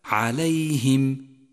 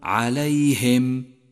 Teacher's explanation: انتبه إلى كسر الهاء من كلمة عليهم، واجعله كسرا مستقيما · Shown in: first take